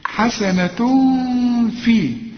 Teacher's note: في مدها اربع حركات اذا وصلت